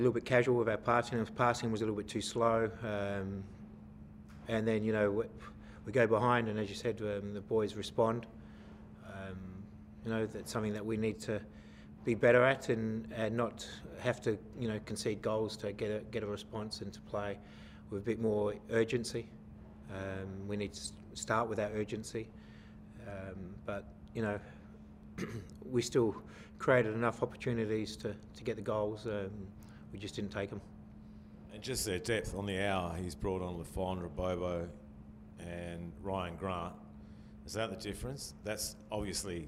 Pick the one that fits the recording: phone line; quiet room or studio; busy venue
busy venue